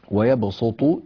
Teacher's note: ويبسط تقرأ بالصاد الخالصة في رواية الإمام ورش